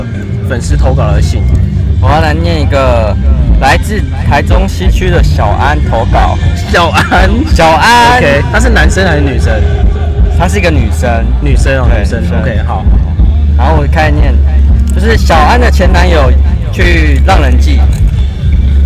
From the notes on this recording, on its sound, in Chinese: 野外錄出。在意音質者請注意！！！！錄音來自2020年漂遊者音樂祭現場收音。